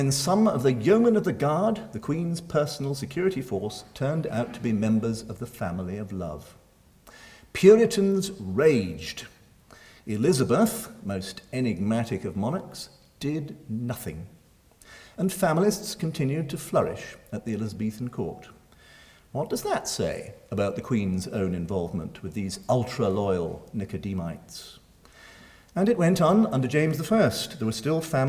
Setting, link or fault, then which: setting, large echoing room